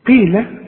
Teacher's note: طلع القاف دي قاف مكسورة، هي القاف دي مفخمة لكن لانها مكسورة بتبقى اخر درجات التفخيم